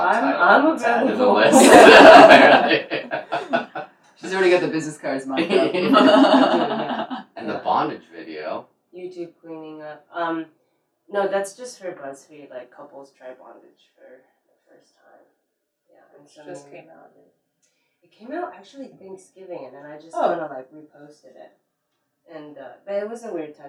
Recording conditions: poor sound quality